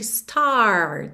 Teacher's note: o … realmente enrola a língua nos R's, então a gente ouve claramente start, aquele R da porta com a perna esquerda, ok?